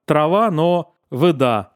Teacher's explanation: Но у них сохраняется сама идея развлечения А и не А в этой позиции. То есть О-образного звука нет, но все равно это не А. То есть они все равно продолжают окать, только в других звуках.